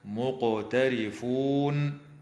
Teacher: وتدغم الميم الساكنة في الميم مع الغنة في قوله تعالى: هم مقترفون، مع مراعاة قلقلة القاف في كلمة مقترفون